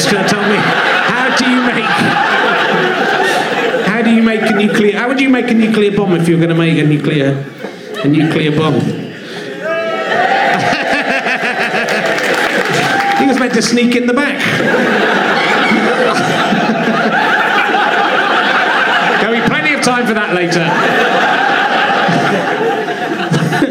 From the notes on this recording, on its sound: Leicester Square Theatre Podcast - Stand-Up Bonus 2013. Audience warm up set from Monday night. As he goes on stage, he is slightly nervous. He's looking for alternative guests in the crowd.